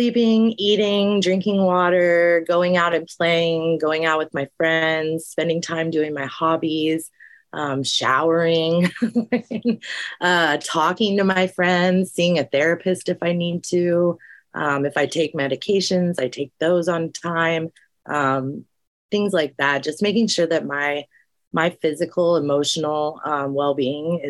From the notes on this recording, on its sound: Recorded 4.26.2023 in Raleigh, NC and Tulsa, OK on Zoom